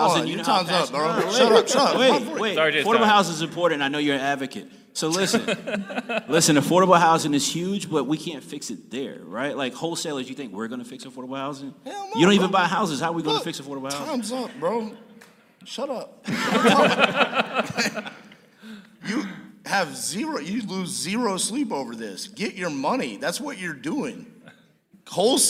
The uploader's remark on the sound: PTD Live from Tampa, Florida. To the live stage at The Family Mastermind event in sunny Tampa, Florida!